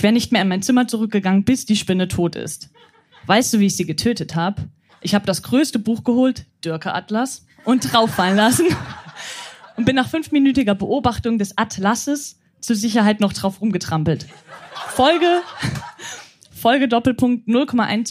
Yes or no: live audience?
yes